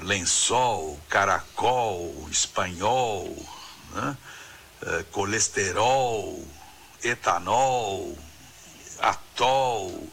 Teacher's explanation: as palavras que terminam em ol, O-L, em português, tendem a ter esse O aberto, né? Mesmo quando elas têm mais de uma sílaba, né?